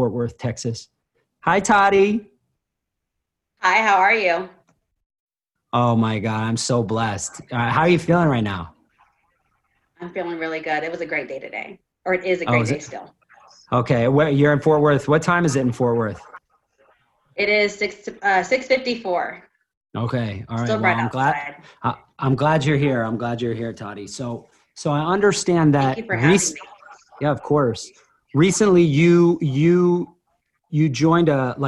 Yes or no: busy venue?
no